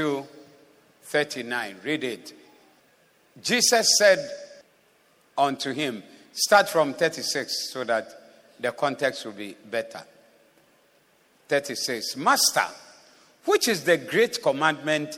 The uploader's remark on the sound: Preached at the Zeloo Service on 03072022